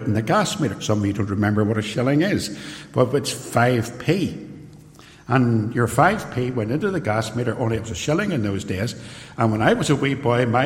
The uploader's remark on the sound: This sermon was recorded at Templepatrick Reformed Church, and is used with their permission. It is raw, and unedited.